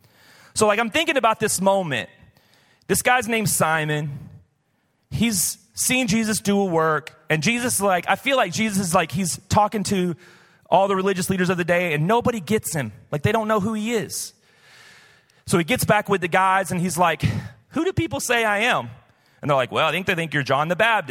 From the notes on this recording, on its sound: Recorded live at Hope Church in Springfield, Mo.